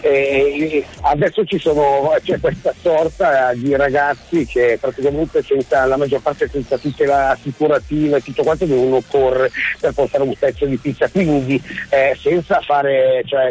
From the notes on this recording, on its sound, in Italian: Al telefono con noi